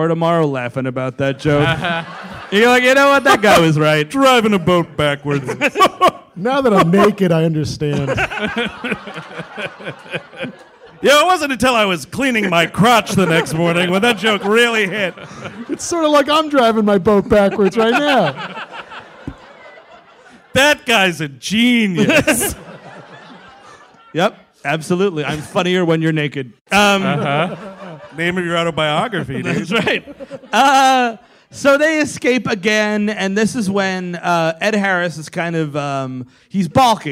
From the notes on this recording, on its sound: (Live in San Francisco). The gang is live from Cobb's in San Francisco.